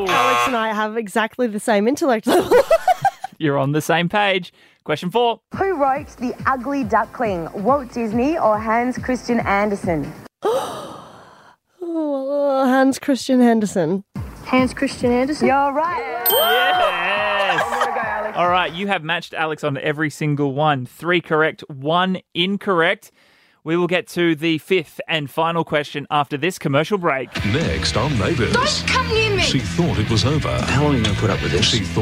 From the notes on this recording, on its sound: a surprise call from his aunt